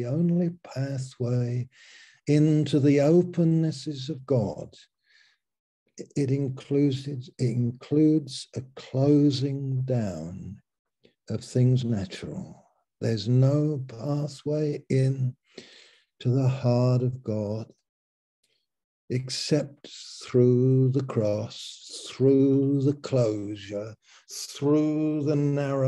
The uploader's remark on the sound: Malaysia Meets (Zoom).